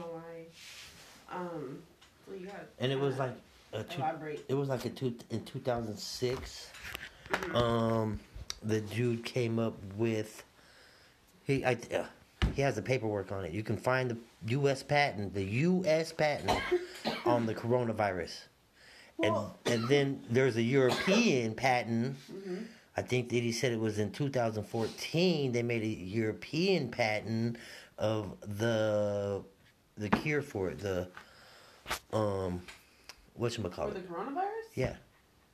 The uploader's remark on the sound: sorry about the technical difficulties